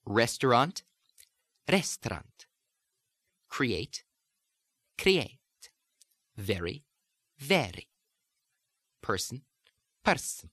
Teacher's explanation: Now, whether they are initial at the beginning of syllables or medial ERs or ERs at the ends of words, all Rs in Italian are rolled, a short roll, or what we might call a single tap on the R. · There's not enough time on this tape to teach the full roll of the R, but the full roll is not really needed. So you just do this tap, which is almost like doing a D.